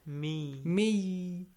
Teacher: So if you merge tanween or noon saakin with the letter ye, So the tanween or nun sakin will be changed to a sound like the letter ye. · Term: idgham